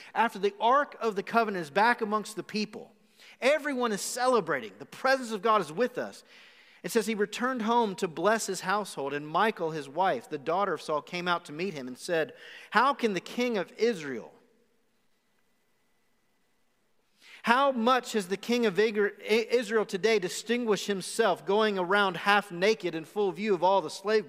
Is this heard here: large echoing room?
yes